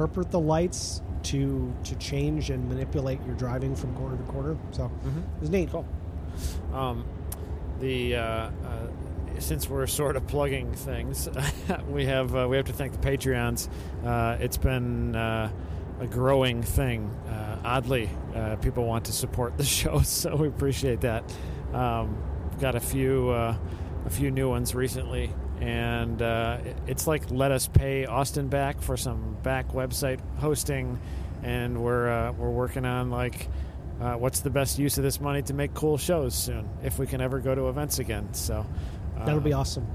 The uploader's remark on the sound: Long Drives with Bad Audio. Even after more than 300 shows, he still struggles to use a recorder properly.